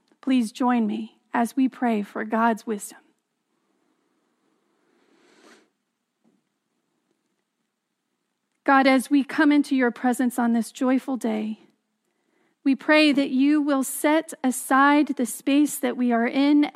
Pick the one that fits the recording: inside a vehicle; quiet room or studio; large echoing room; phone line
large echoing room